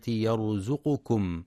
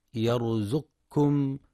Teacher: ينتبه القارئ لتحقيق ضم القاف في كلمة يرزقكم، فلا يقرأ يرزقكم بسكون القاف · Shown in: first take